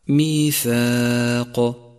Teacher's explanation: رققت الألف في كلمة ميثاق ميثاق لأنها مسبوقة بحرف مرقق هو الثاء، فتلفظ هكذا ميثاق.